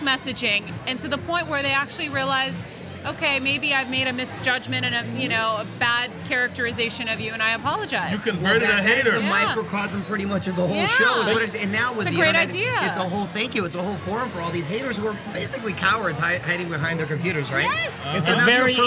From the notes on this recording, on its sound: live from the 2011 MTV Movie Awards Gift Suite